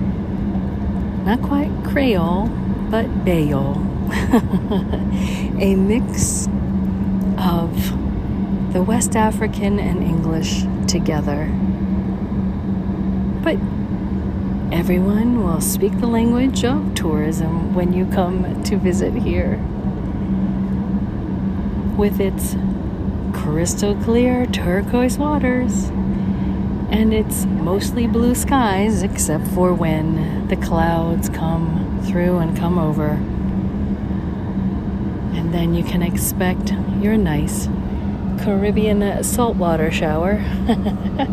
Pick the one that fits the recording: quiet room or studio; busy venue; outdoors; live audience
outdoors